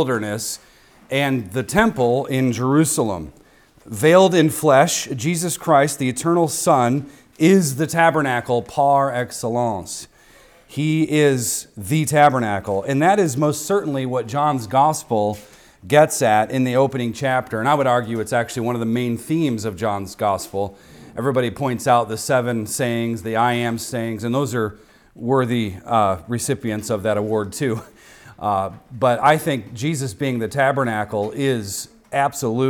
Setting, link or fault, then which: setting, large echoing room